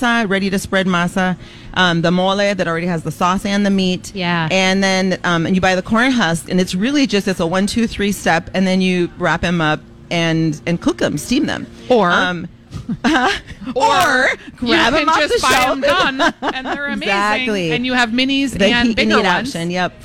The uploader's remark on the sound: Live Broadcasting at El Burrito